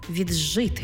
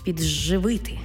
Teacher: «Д» плюс «жи» утворюється звук «дж». Пишемо «віджити», а вимовляємо «віджити».